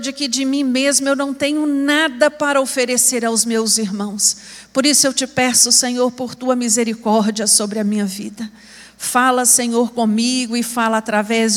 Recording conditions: large echoing room